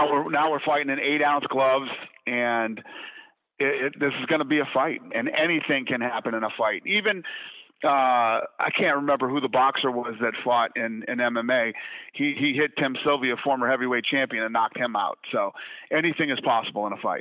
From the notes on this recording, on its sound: Conference call.